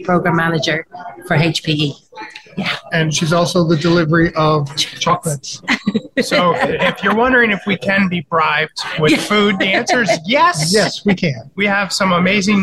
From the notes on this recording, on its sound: a live broadcast from the Continuity & Resilience Today (CRT) conference in Toronto